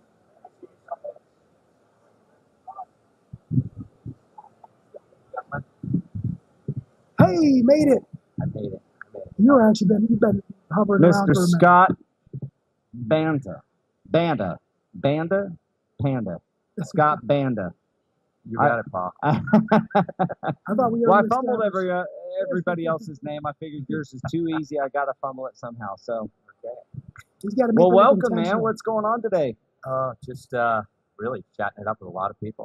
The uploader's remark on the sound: In this exclusive bonus episode, the guys are live from TISE with some of the industry's favorite faces.